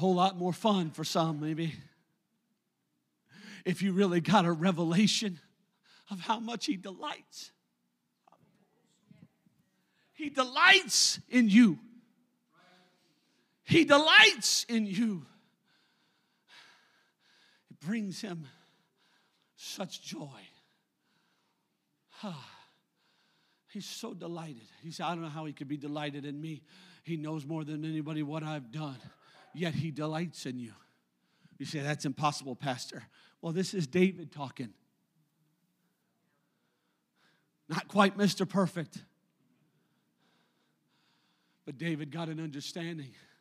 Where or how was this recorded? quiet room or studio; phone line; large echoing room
large echoing room